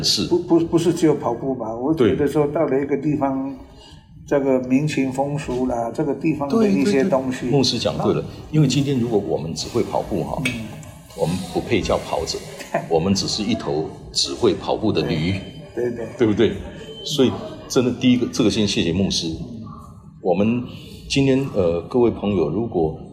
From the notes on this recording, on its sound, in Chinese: 本集於住宿公共空間進行錄音，故會出現些許背景音，若影響收聽品質請見諒!